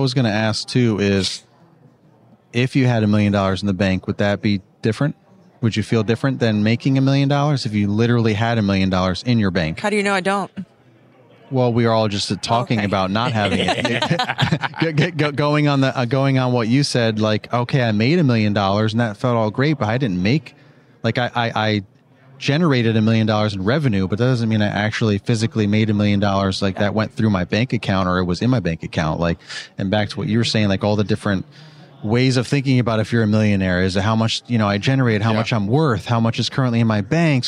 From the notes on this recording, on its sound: Pod-Row at Synkd LIVE